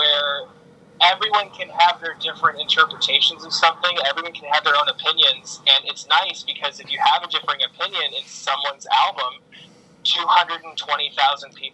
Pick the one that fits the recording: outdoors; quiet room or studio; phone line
phone line